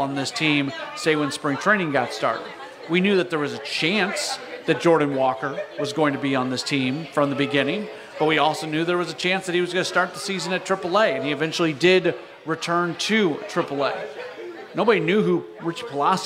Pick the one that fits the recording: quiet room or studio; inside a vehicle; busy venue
busy venue